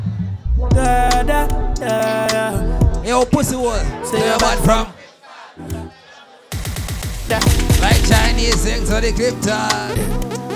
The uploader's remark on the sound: Live Inside Moneta Night Club - San Pedro For Ladies Night - Wednesday August 23rd, 2023